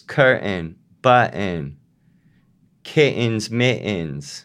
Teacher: And some Rhode Islanders, not all, glottalize the nasal plosion.